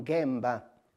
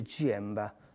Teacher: la G gutturale, noi invece la G dolce